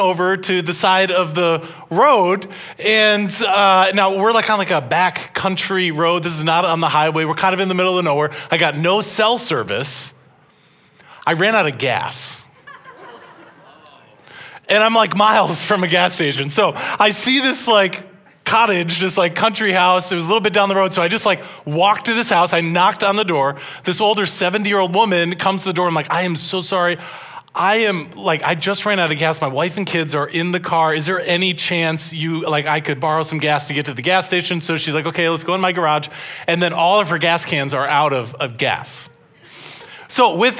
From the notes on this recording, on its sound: This message was originally preached at Highpoint Church on Sunday, March 19, 2023.